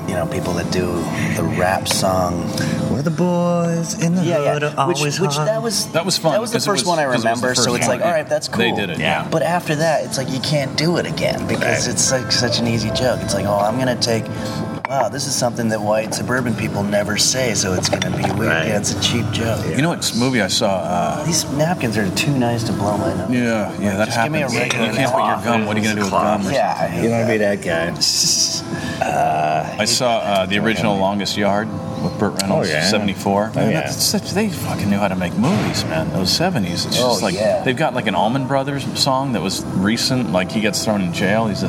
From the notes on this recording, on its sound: at The Palihouse in West Hollywood.